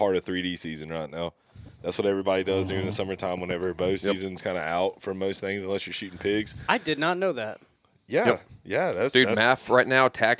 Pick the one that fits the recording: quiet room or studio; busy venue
busy venue